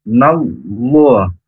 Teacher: tebal atau tafkhim karena sebelum lafaz Allah berharokat fathah